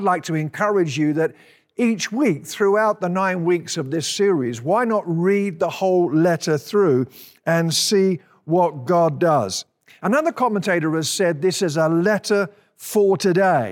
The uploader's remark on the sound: At Timberline Church. Live.